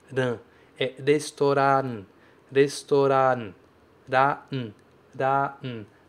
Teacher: Veja que eu não falo restaurant. Restaurant. Não é nasalizado.